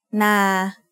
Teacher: A midtone is pronounced at a flat pitch in the middle of your regular vocal range.